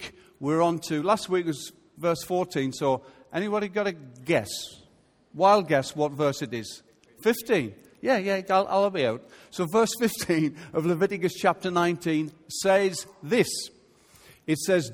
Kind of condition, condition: setting, large echoing room